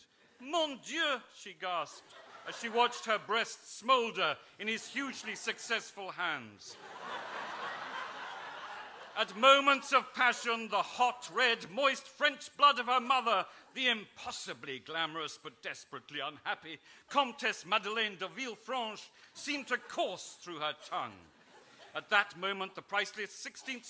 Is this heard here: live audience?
yes